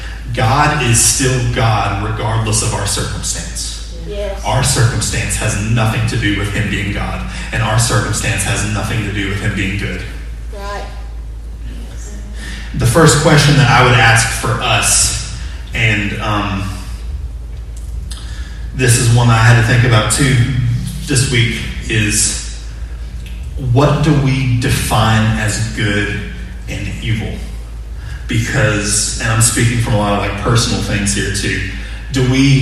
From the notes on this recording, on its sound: Sermon audio from 6/28/20 morning worship service.